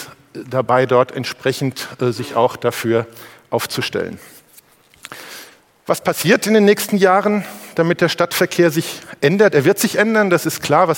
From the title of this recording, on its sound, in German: beim auto motor und sport Kongress 2019